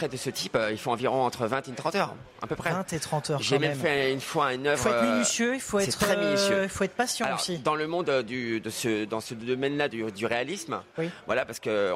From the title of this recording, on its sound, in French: RCF en direct de la 77e Foire de Châlons